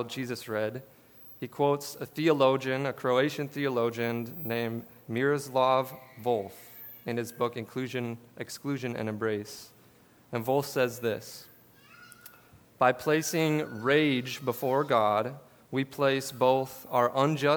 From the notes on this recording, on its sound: This sermon was preached at River City Church in Fargo, ND on August 14, 2022.